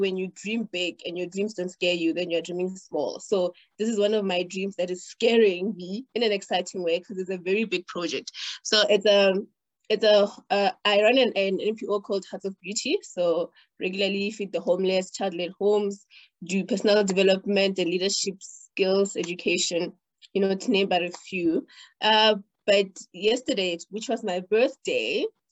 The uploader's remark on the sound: The series is webcast via Zoom